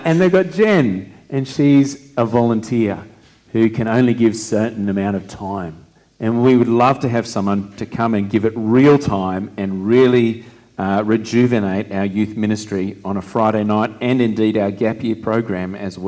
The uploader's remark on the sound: Recording of our service for Vision Sunday, Jan 28, 2024.